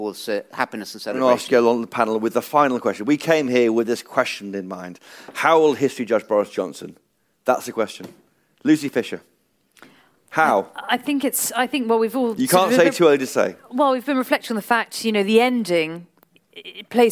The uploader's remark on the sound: A panel discussion from a recent Telegraph event.